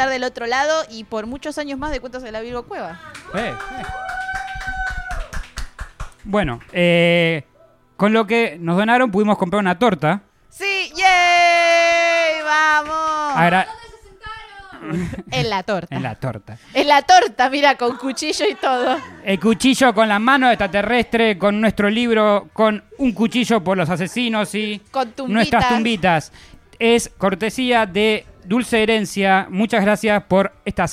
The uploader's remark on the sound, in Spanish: te mostramos como fue el festejo de nuestro aniversario con muchos invitados en vivo